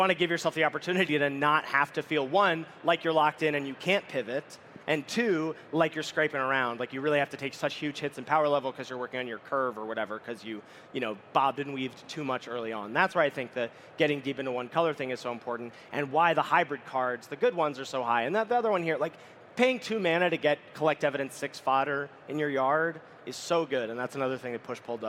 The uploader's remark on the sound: Live From Magic Con Chicago. We are coming to you LIVE from the main stage at Magic Con Chicago.